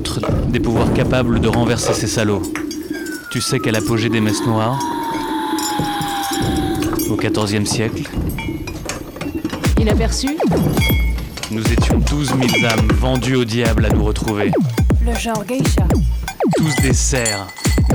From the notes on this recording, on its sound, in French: Créations sonores collectives semi-improvisées réalisées en direct et encadrées par rAAdio cAArgo , durant Utopie Sonore 2018